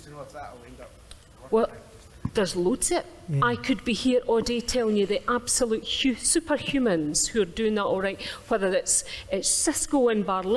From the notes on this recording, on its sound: This audio-only episode captures the first show of Common People Live at the Edinburgh Fringe Festival!